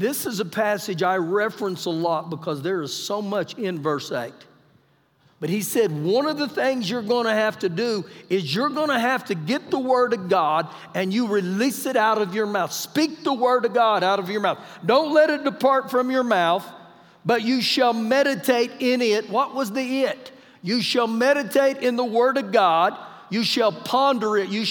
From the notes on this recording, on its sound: Recorded live during our Wednesday night service